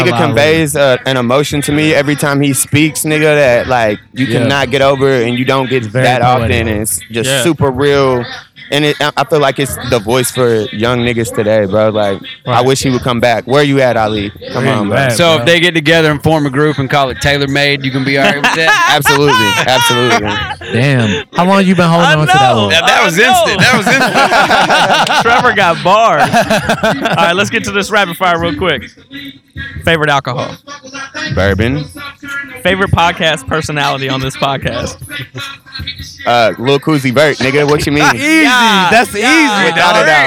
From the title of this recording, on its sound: Live At Louievolve